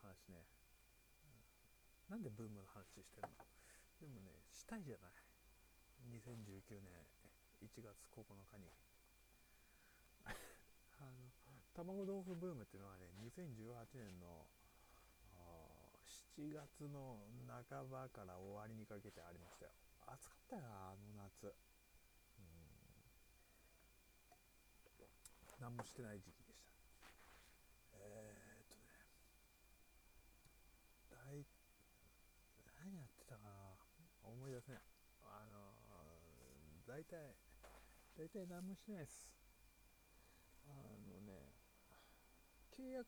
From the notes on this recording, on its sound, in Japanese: 音小さいよね。撮りっぱ。